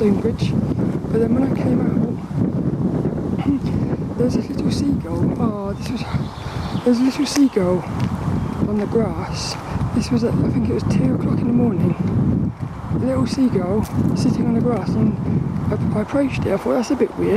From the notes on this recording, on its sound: Record this podcast while walking through the woods of Saltrum.